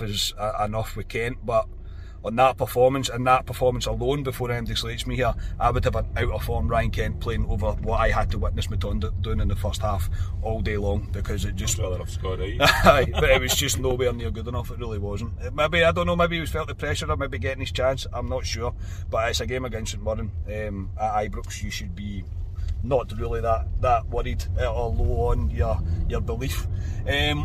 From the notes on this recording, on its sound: Reaction from the car after leaving Ibrox.